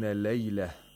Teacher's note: If you stop on laylah, the ta, which is ta marbuta, becomes a ha, is pronounced like a ha.